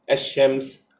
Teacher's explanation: سبب تسميتها بالشمسية لعدم ظهور اللام عند النطق بكلمة الشمس · Term: اللام الشمسية